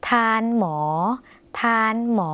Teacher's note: คำว่าทานออกเสียงยาวสักนิดนึงนะคะ